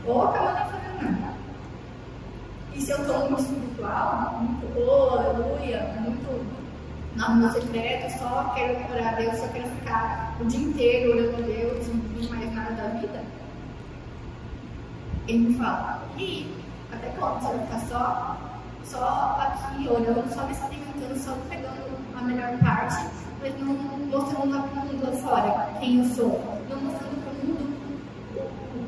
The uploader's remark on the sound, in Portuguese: Culto de experiência Ao Vivo/Online da rede Alfa, a rede de jovens e adolescentes da Igreja Batista Nacional Peniel de Cuiabá.